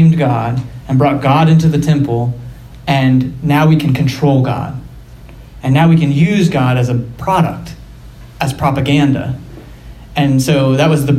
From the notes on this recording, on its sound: LIVE From Penn State University. To record an episode of The Bible for Normal People in front of a live audience.